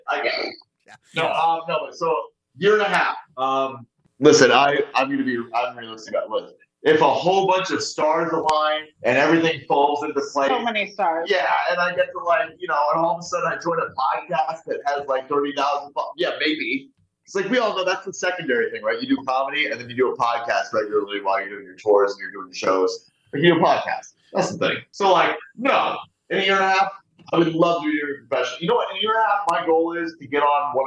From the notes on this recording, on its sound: I’ll apologize for some of the audio issues